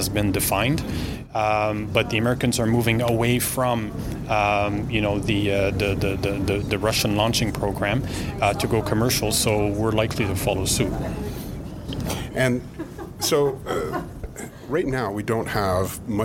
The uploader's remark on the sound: Recorded at the conference. The Montreal Space Symposium is a new conference that was conceived of and organized by students. Registration was free and they confirmed 400 registrations with approximately 300 attending the keynote.